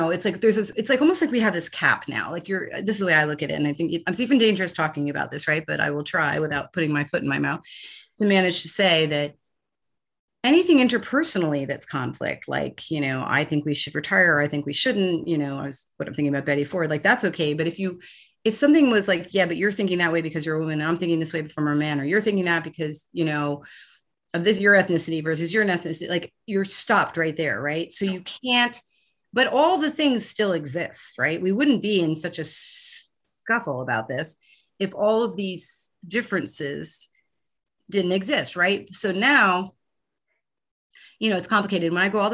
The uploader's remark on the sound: Shot via Zoom